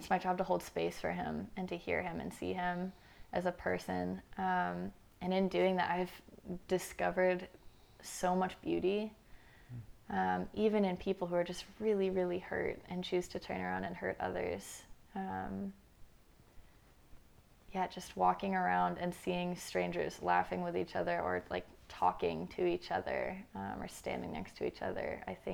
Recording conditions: sounds in the background